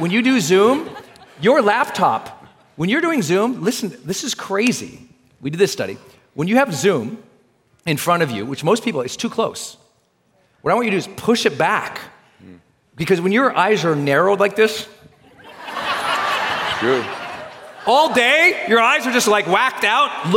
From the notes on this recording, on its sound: This conversation, recorded live in front of an audience at a recent GROWTH DAY event.